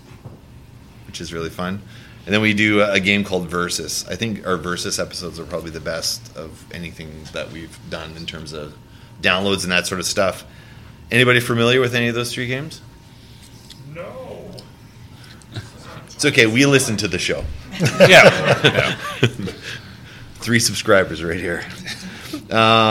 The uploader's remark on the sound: Live From Keycon